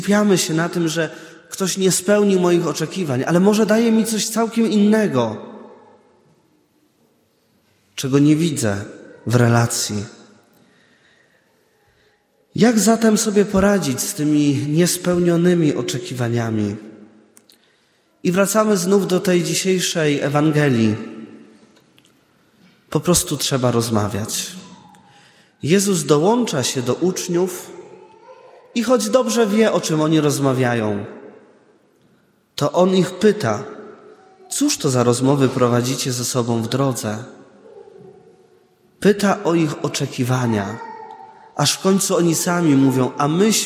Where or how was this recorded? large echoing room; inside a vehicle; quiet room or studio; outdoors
large echoing room